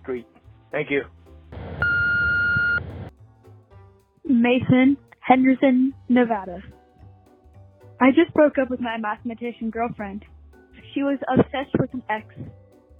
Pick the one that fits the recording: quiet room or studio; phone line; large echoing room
phone line